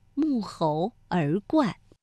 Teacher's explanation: 这个冠啊是一个多音字，它在沐猴而冠当中读四声。